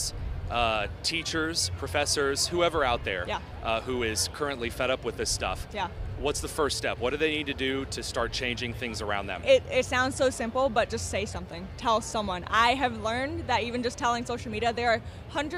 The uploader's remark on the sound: at the Turning Point Action conference in Palm Beach, Florida